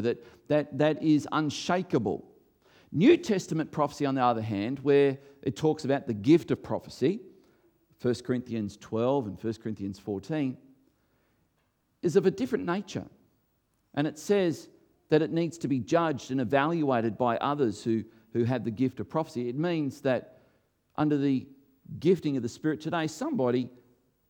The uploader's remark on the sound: recorded before a live audience